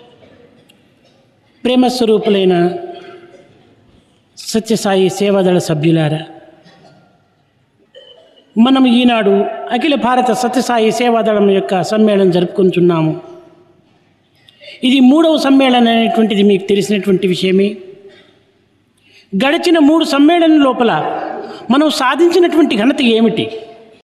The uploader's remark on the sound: during inauguration of the Sevadal conference